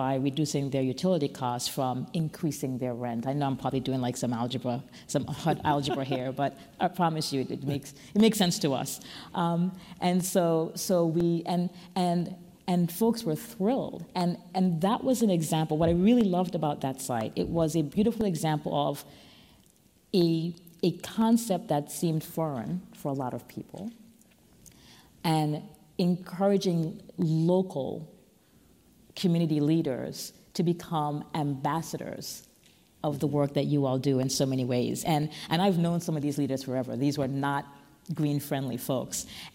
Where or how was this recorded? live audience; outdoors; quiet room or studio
live audience